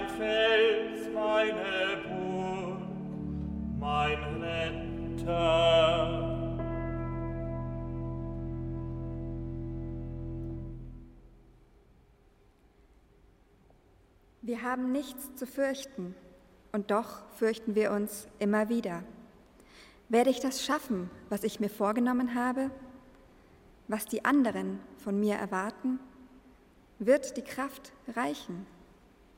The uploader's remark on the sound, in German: Live-Gottesdienstübertragung aus der Jugendkirche LUX in Nürnberg